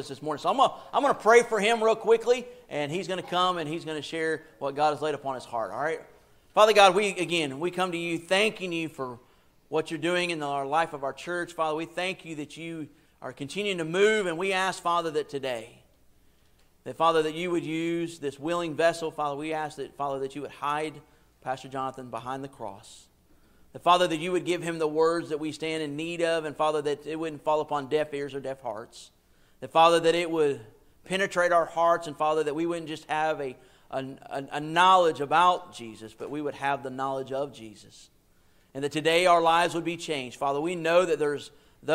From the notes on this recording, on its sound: a sermon I preached to the church